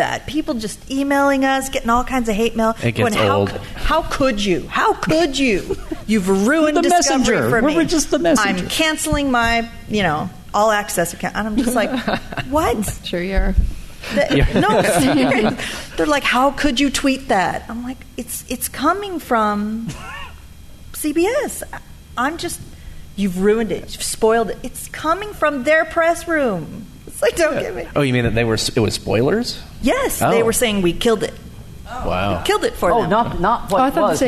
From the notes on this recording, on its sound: We bring you the fun from the stage. "live" from San Diego Comic Con 2017.